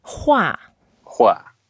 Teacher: It's also the fourth tone, so we go down.